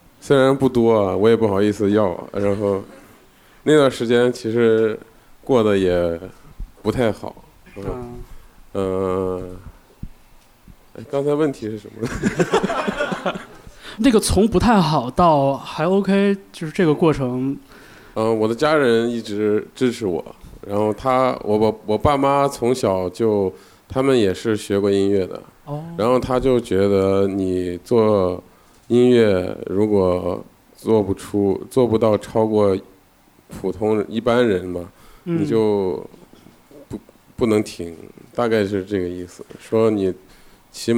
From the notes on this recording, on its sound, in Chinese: 在北京多抓鱼书店举办了一场黑胶分享签售会。为到场的一百名乐迷进行签售之前。对谈以 live podcast 的形式上线《周末变奏》。对谈的最后为到场乐迷保留了问答时间，乐队与乐迷的互动也是充满了欢声笑语。